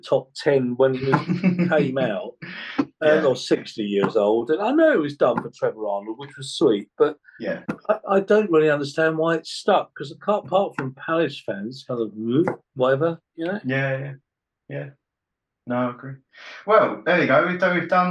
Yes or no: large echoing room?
no